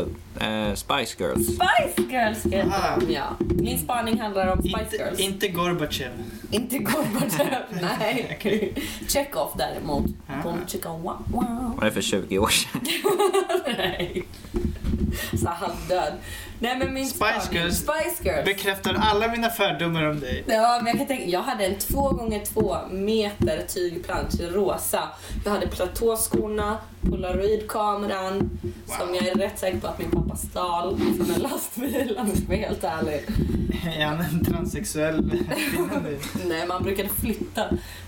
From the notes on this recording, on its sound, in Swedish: Tyvärr råkade vi ovetandes spela in avsnittet på ett knarrande bord vilket vi inte hörde under inspelningen.